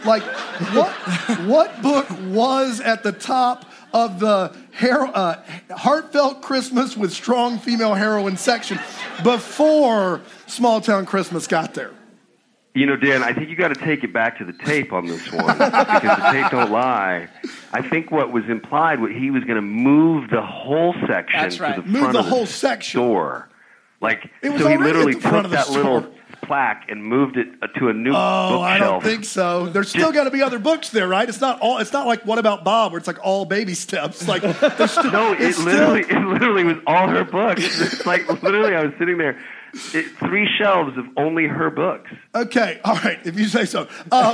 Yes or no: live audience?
yes